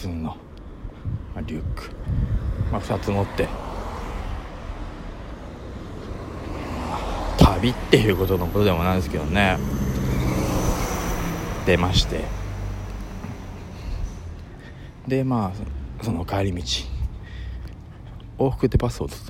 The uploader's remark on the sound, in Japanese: ベロッベロに酔っぱらってる帰り道にふと録った音声なんでクオリティはお察しですが